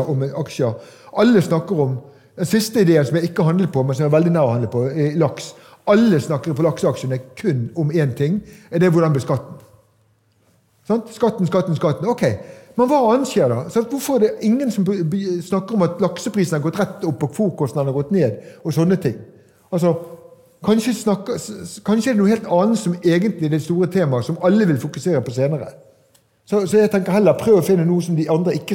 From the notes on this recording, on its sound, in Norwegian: Live på Oslo Event Hub. Dette lydsporet er hentet fra #pengepodden LIVE, som fant sted på Oslo Event Hub.